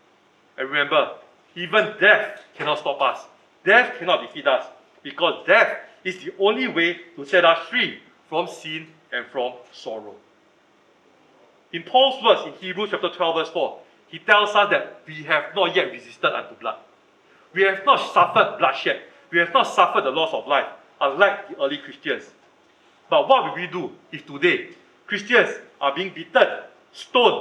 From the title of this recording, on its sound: Recorded Live/Sermon